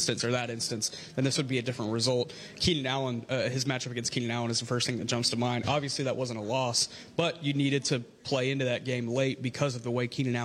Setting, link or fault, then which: setting, busy venue